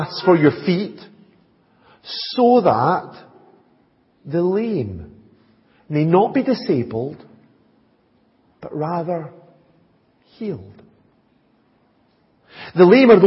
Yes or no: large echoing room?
yes